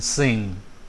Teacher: we raise the back of our tongue towards the soft palate. The air blocked in our mouth escapes by passing through our nose. · Term: nasal consonants